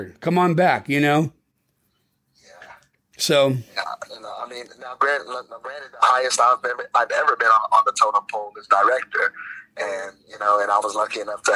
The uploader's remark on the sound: take a phone call from an upset parent